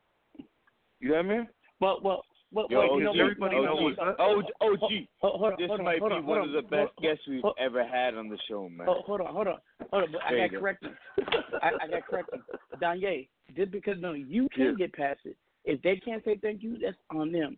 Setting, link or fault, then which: link, phone line